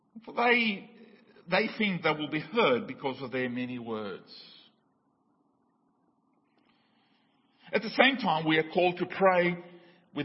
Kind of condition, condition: setting, large echoing room